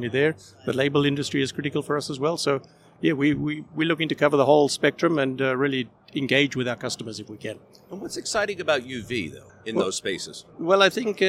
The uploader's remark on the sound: Recorded live at the Printing United Expo.